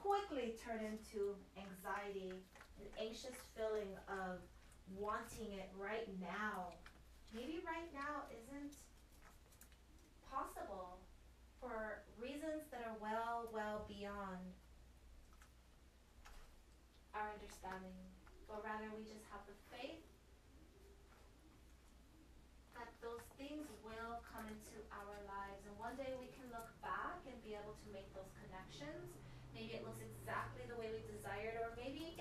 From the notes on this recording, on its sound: This guides meditation was recorded during a LIVE session. The sound is a bit inconsistent.